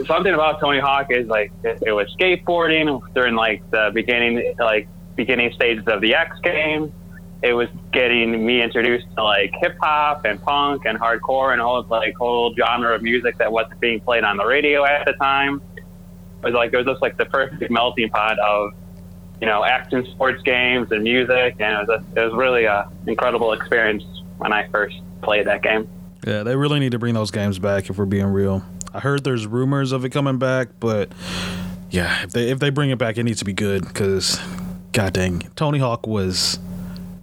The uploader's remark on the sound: call in while on the road